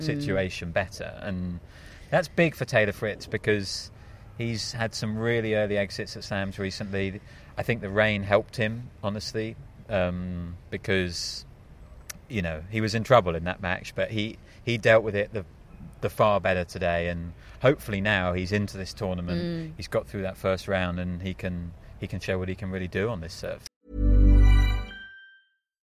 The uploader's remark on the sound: Live from Wimbledon Day 3